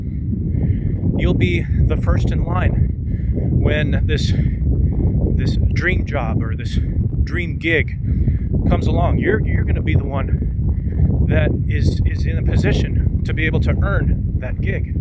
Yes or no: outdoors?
yes